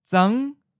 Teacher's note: Now, listen to the ninth tone, mid-rising.